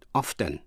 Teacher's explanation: nhận xét là riêng chữ often, O-F-T-E-N, đôi khi ta cũng nghe có người đọc là often, nghĩa là có cả âm T. Đó không phải là sai, chỉ là một cách đọc khác.